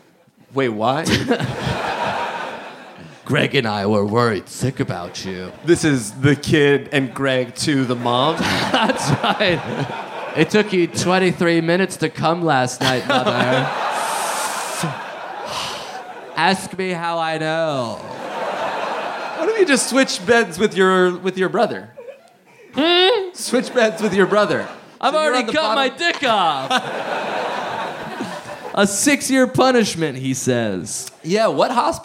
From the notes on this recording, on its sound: Live in London! Live at the Leicester Square Theatre in London!